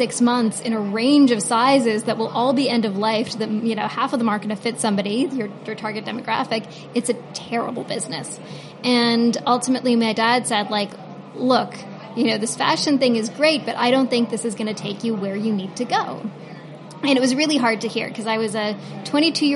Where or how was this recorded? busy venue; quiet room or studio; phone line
busy venue